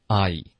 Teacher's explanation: 这个 I 的音是一个双元音，所以大家下颚一定要灵活，一定要有一个滑动